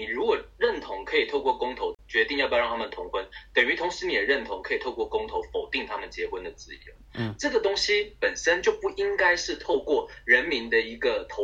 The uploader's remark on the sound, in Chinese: 抱歉由於越洋訪問所以今天收音出了問題。